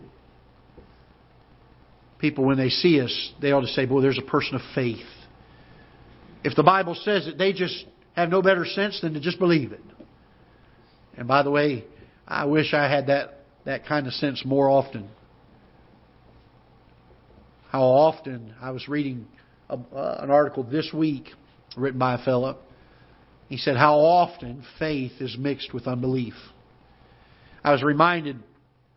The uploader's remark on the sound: Ketha Heights Baptist Church ~ Live Broadcast